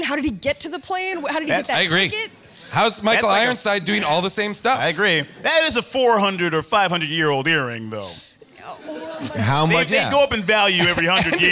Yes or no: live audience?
yes